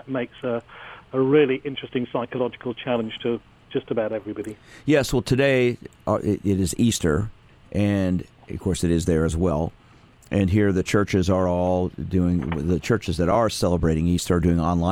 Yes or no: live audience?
no